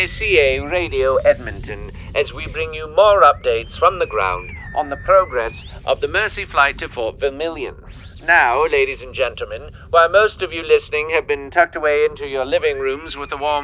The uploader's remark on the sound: Recorded at Jessie’s Jazz Cafe, Toronto